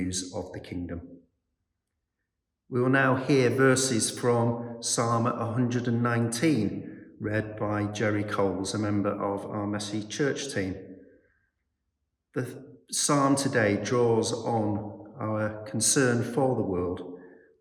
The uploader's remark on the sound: a Service for the Eighth Sunday After Trinity from St Barnabas, Knowle West